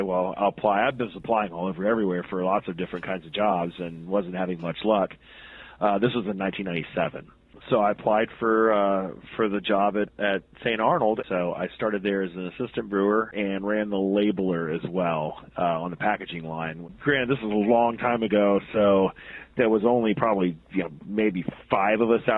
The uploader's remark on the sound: had the chance to talk to him on the phone